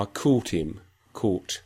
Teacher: There is a pretty strong lip rounding and a high tongue position in that phoneme, the thought phoneme, realized as O.